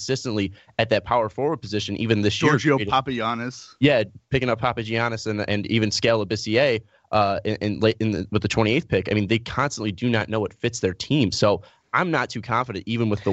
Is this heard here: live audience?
no